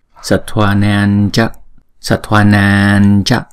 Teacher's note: Chữ Anuswara này chúng ta sẽ chuyển thành chữ nhờ, bởi vì chữ kế tiếp là chữ C. Chữ C là chúng ta đọc bằng phần palatal, thì cho nên chúng ta sẽ chuyển cái chữ Anuswara này thành chữ nhờ.